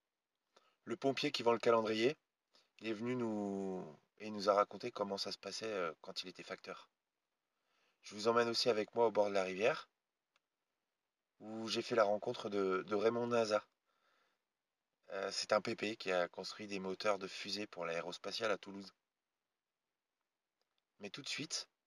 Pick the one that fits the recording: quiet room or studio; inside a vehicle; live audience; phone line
inside a vehicle